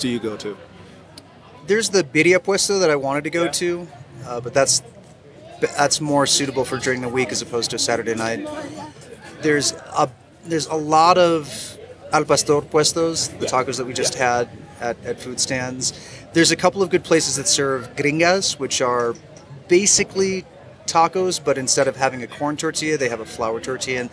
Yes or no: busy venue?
yes